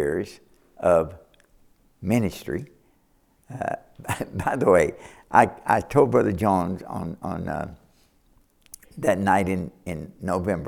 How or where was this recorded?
large echoing room